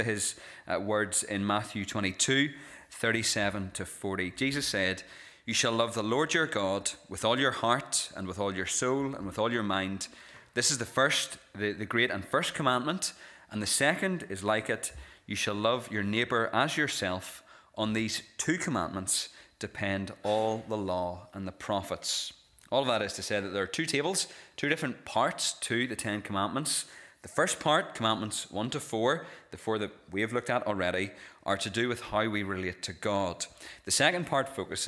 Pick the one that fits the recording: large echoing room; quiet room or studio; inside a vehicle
large echoing room